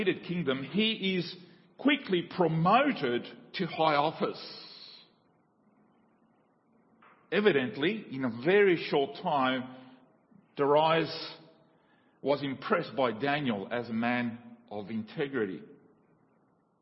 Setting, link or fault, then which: setting, large echoing room